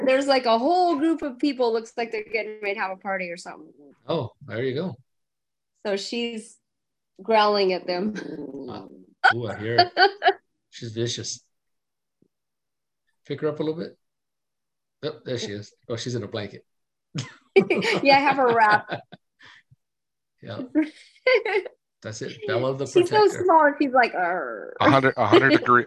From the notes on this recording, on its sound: This was recorded LIVE on Zoom